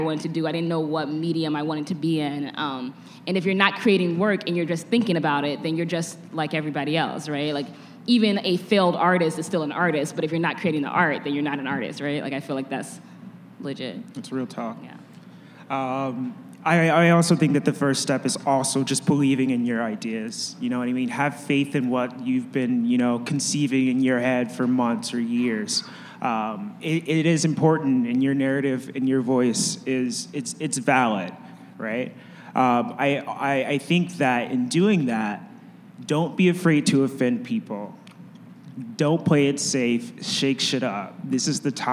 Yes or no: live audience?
yes